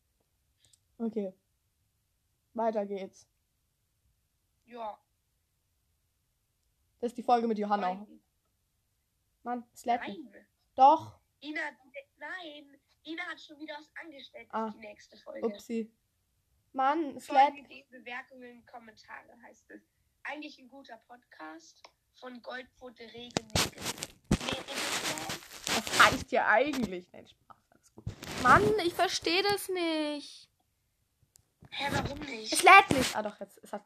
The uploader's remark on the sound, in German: Sorry wenn die Tonqualität so schlecht ist